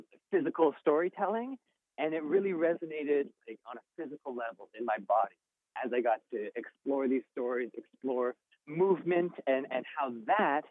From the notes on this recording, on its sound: joins us by phone